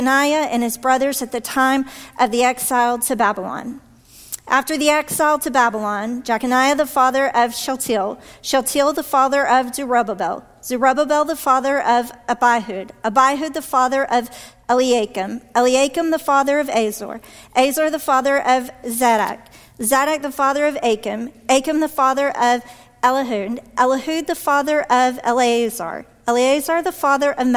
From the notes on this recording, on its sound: this week's sermon from our traditional worship service